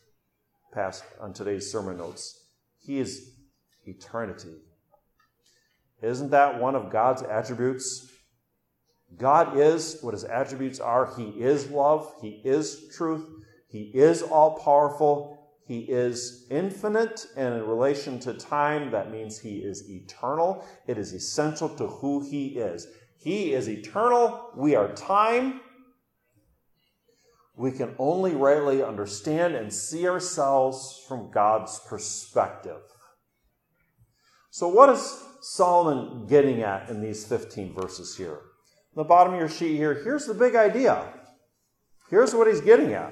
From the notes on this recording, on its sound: during Orwell Bible Church's morning service, November 6, 2022.